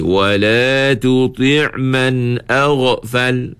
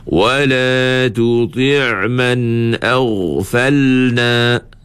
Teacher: dia baca man agh, ada qalqalah · Shown in: first take